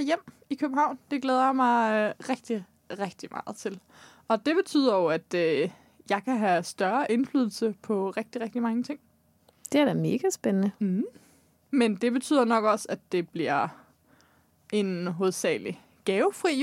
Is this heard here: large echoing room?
no